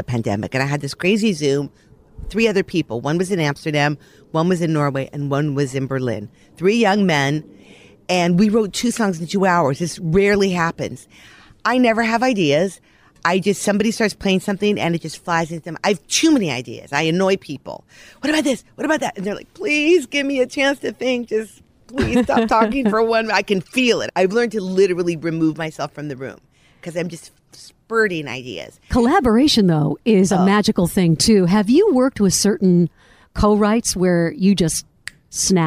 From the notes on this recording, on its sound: Recorded in her backyard garden